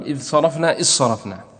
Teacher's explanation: الذال في إذ جاءت بعدها الصاد، فيها الإظهار والإدغام